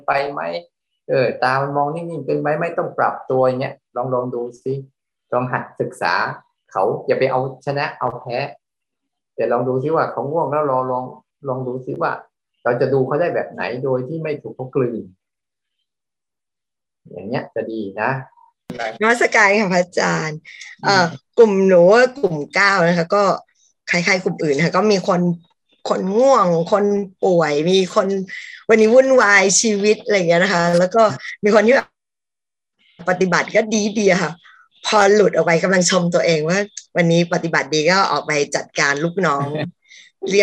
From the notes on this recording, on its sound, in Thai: เป็น 1 ใน 3 คอร์สออนไลน์ (ผ่านโปรแกรม Zoom).